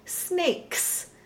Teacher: Yes. But if there's a consonant before the S at the end of a word that's unvoiced, we have a word like snakes, and then the S becomes unvoiced.